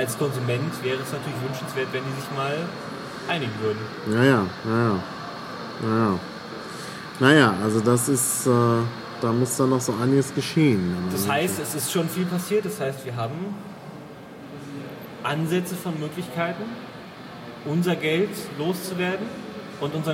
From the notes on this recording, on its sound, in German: Bitte entschuldigt die Hintergrundgeräusche während des Gesprächs!